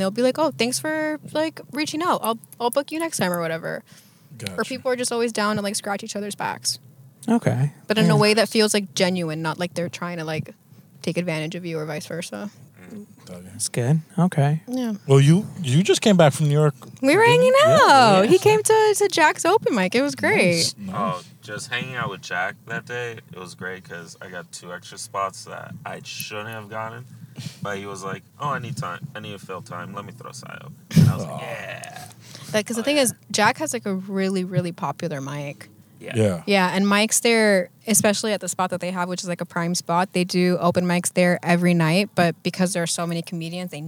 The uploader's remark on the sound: We are in the car. Recorded at Thank You Miami.